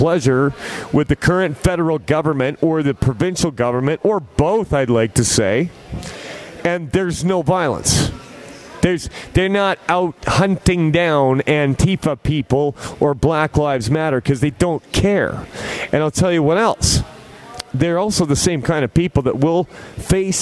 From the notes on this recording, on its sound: Live from Edmonton - The Million Deplorables March!